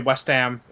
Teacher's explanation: I don't heavily pronounce the H